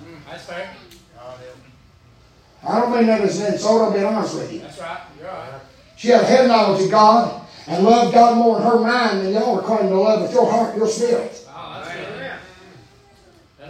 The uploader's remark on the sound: preaching live from Still Water Baptist Church